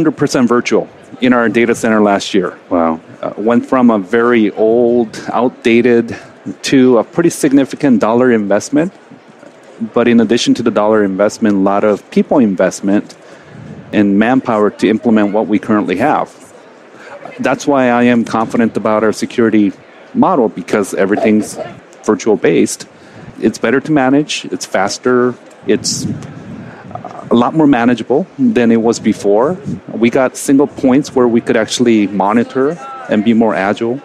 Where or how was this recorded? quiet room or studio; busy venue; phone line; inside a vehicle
busy venue